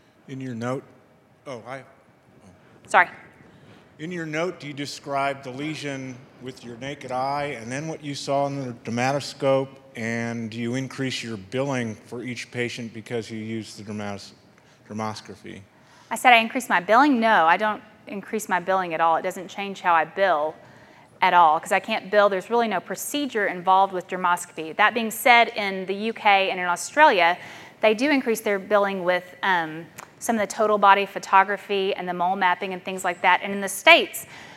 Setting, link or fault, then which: setting, large echoing room